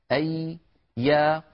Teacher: الياء يا إخوة حرف يخرج من وسط اللسان